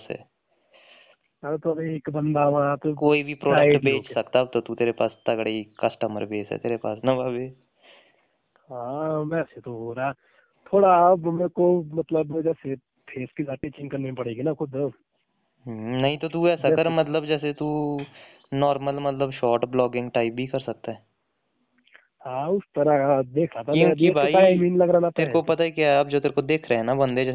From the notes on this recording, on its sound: Phone talk